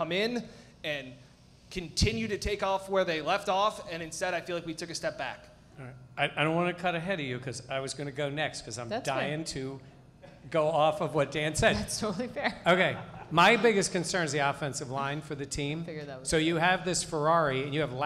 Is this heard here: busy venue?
yes